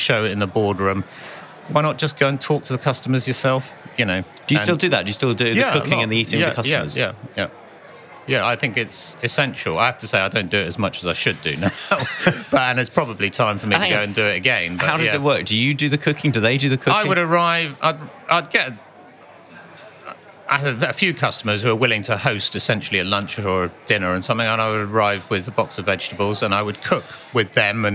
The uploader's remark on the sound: Recorded at the World Retail Congress 2019. In an exclusive interview, recorded at the World Retail Congress 2019.